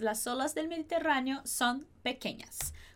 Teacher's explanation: A gente vai conectar esse S de las com o O de olas.